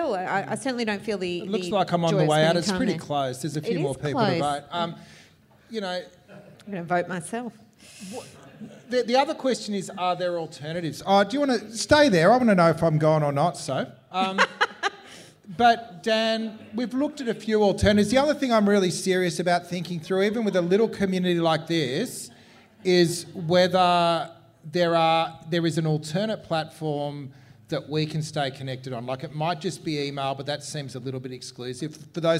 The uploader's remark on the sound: Burning Platforms Live in Melbourne